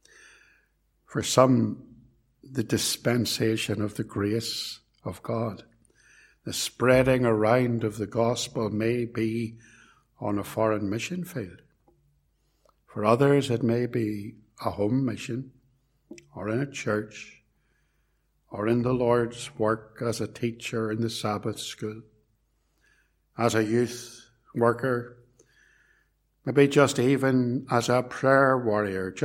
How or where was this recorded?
large echoing room